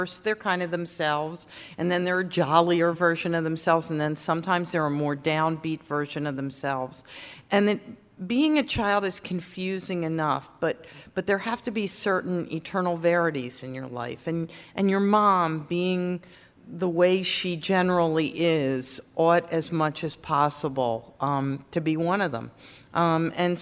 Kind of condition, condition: setting, live audience